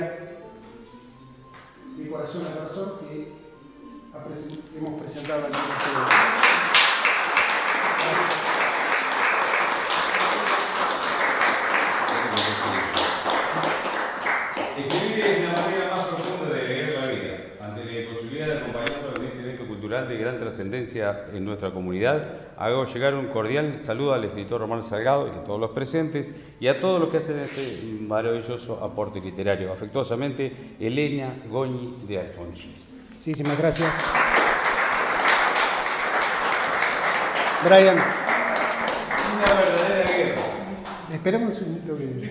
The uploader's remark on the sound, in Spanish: En la Ciudad de Casbas. Compartir con el publico presente.